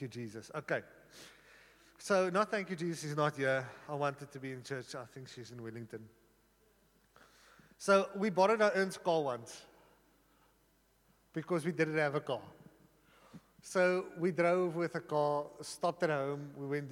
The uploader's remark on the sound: at Joshua Generation Church Sunningdale 11AM congregation